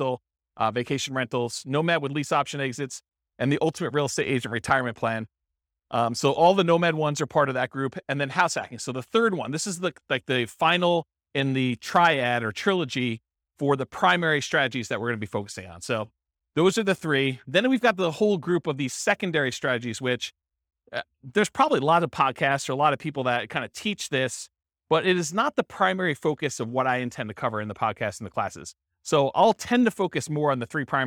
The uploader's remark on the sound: This was a live class recorded